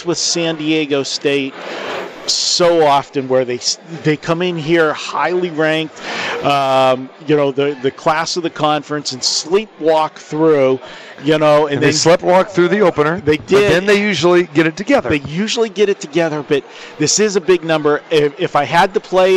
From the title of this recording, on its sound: Live From the Westgate Las. Vegas Super Book